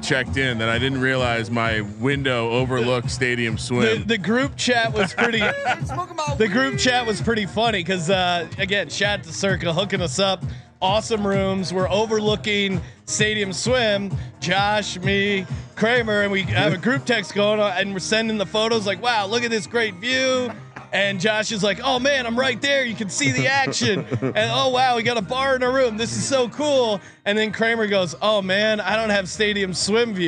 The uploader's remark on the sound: They're joined remotely by the host of the XFL Gambling Podcast.